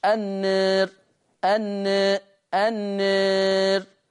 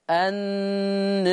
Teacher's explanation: لما قللت عملت إيه في الراء؟ رققت الراء